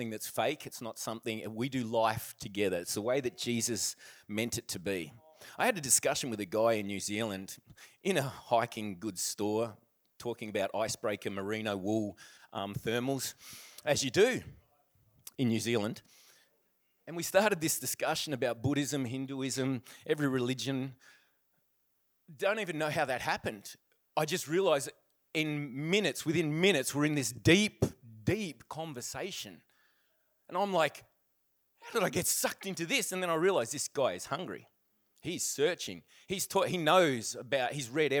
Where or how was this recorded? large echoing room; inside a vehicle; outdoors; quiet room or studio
large echoing room